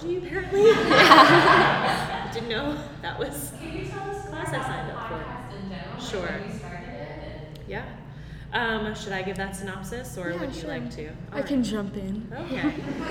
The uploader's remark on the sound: This episode was recorded LIVE in front of an audience at "Bare Bones Café," a special exhibit at the Rockwell Museum in Corning, NY.